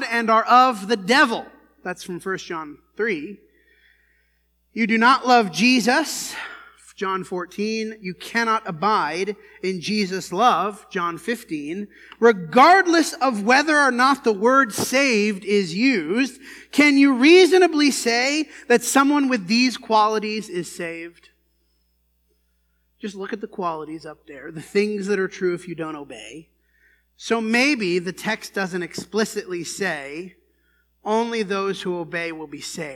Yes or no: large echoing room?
yes